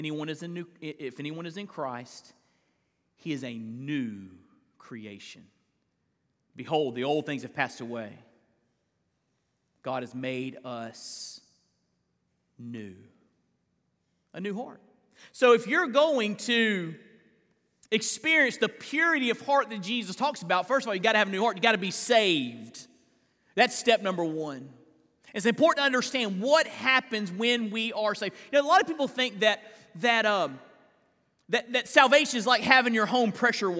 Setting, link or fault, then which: setting, large echoing room